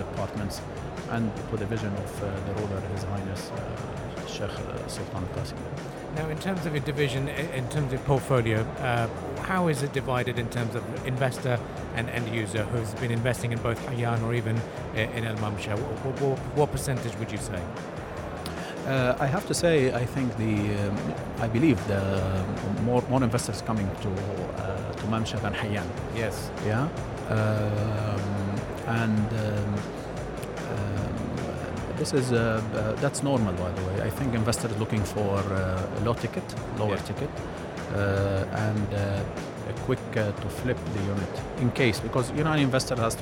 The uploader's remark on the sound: During our special live broadcast show from ACRES 2024.